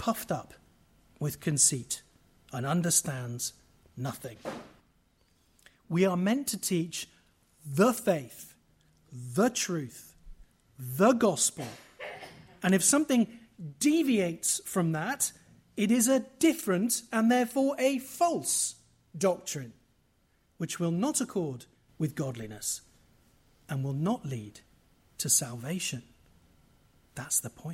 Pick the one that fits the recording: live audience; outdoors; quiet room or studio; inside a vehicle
live audience